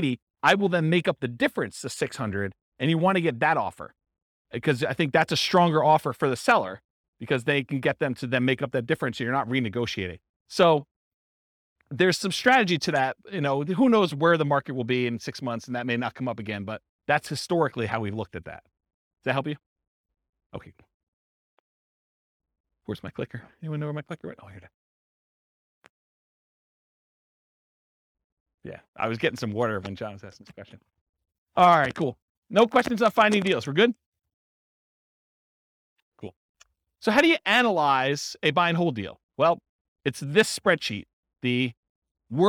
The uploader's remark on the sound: This was a live class recorded